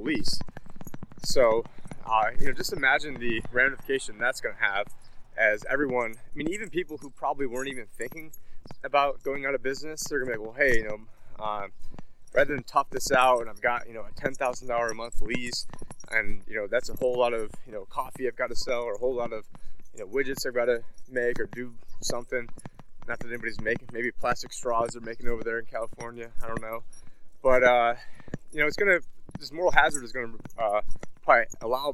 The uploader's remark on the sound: In this Walk and Talk